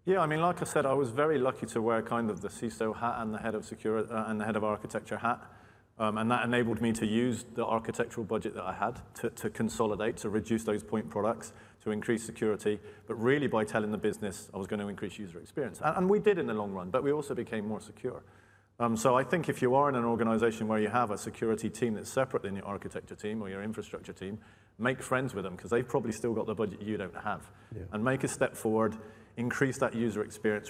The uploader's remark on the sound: This #podcast is a recording of that event.